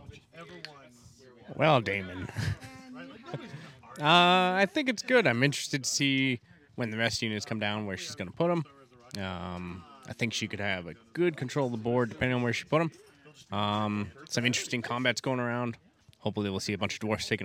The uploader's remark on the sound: In this special episode we recorded live at Roma’s title defence match.